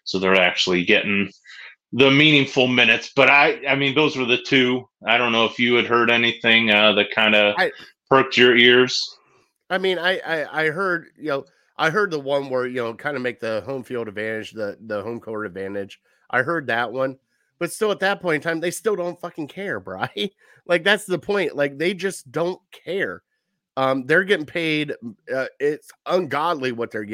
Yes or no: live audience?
no